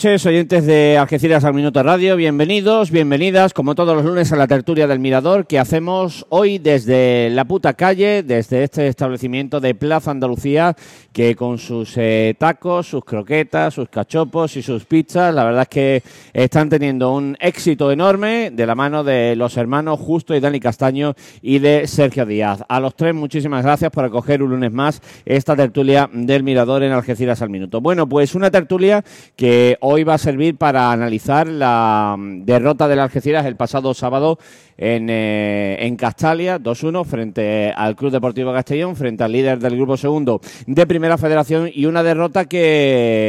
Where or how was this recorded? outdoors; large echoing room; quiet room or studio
outdoors